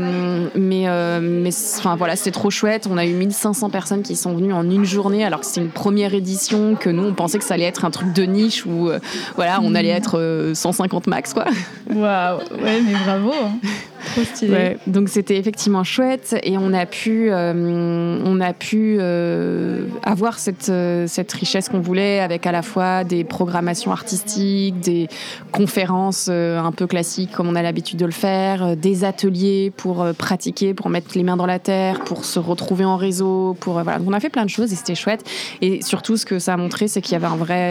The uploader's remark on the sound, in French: On s’est posées à la Maison du Zéro Déchet, un lieu de rencontres et d’initiatives, c’est pour ça d’ailleurs que vous entendrez le bruit et l’animation autour de nous dans cet enregistrement